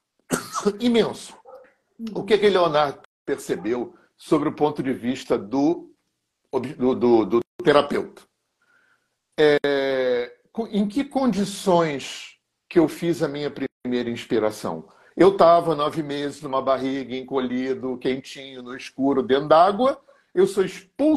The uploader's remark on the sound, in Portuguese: Live no Instagram